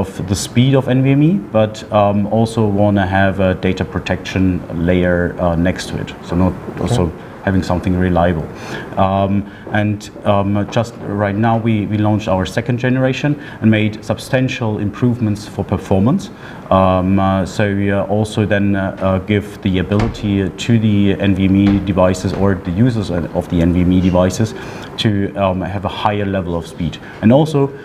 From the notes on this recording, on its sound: We are at a Broadcom Partner event just outside of Munich, Germany.